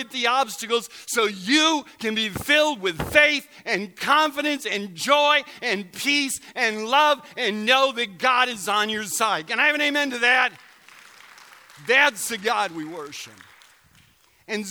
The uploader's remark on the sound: Recorded November 11, 2017 at Central: A Christ-Centered Church, Ewing, NJ.